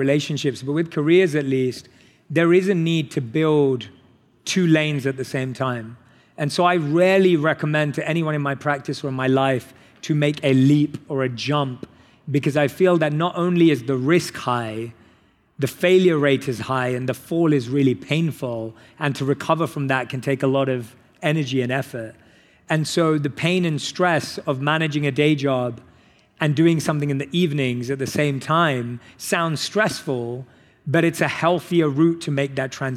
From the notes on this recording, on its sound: on stage at In goop Health